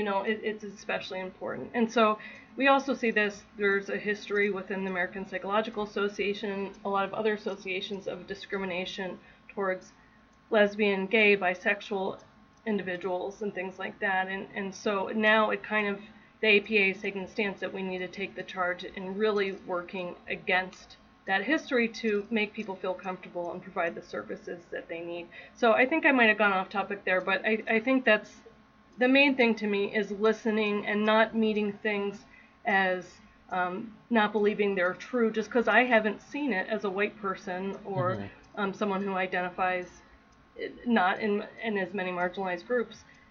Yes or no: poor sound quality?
yes